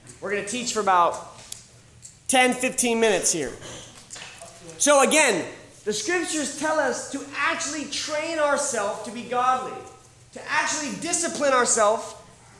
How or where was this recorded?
live audience